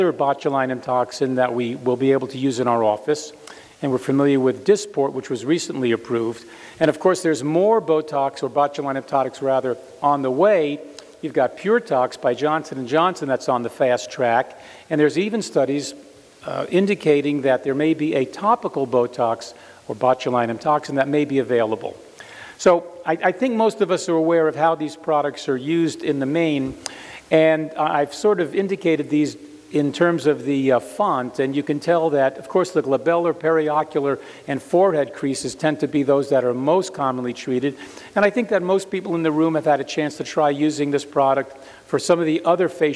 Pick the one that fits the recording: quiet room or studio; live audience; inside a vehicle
live audience